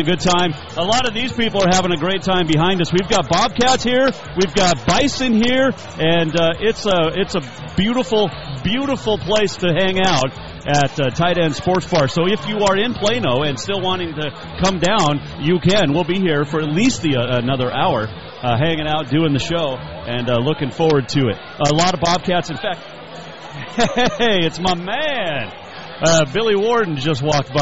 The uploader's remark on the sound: Live from Tight Ends Sports Bar in Plano, TX